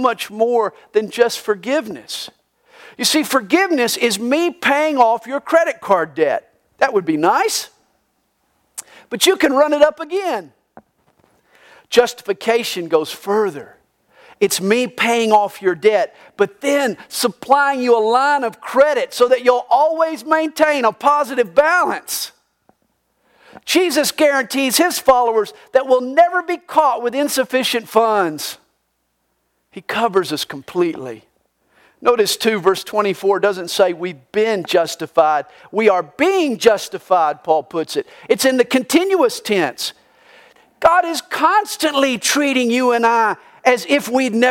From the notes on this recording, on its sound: This message was recorded live during the Good Friday service at CalvaryCSM located in Lilburn, Georgia.